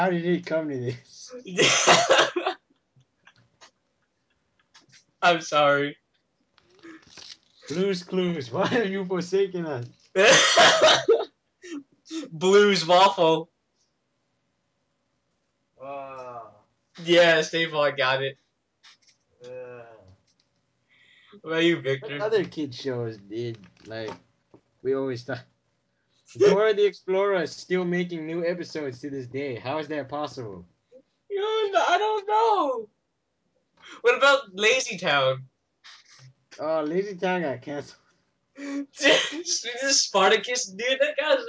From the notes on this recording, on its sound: A long awaited 12th episode of our infamous dead skypecast.